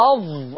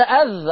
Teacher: الضاء أنا أتكلم على الضاء. والضاء حرف مطبق. أظ وليس أذ · Shown in: first take